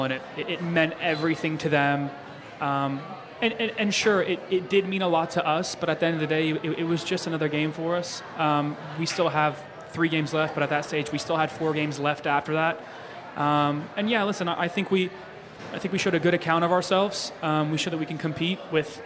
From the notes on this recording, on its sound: At the City Caravan! We are broadcasting live from Hotshots Bar & Grill, for the fourth installment of the City Caravan!